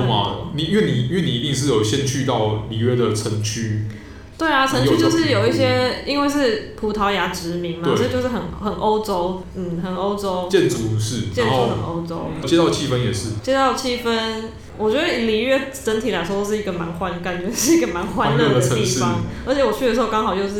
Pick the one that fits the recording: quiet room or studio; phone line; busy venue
busy venue